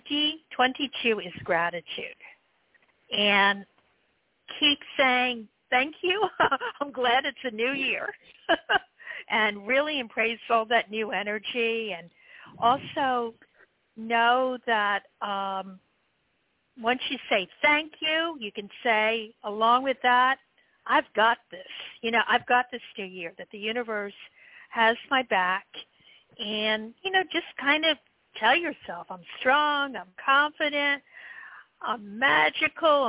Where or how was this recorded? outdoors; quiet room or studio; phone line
phone line